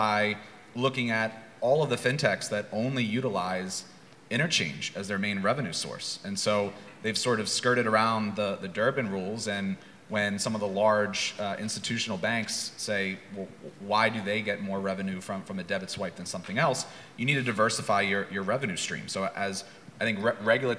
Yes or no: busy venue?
yes